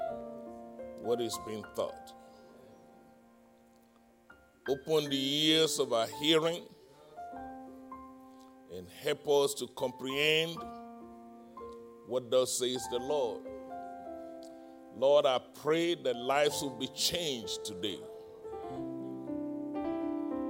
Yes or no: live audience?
yes